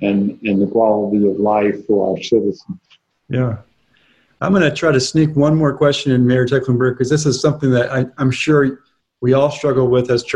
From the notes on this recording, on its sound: Joined the ANN crew for a group interview over Zoom.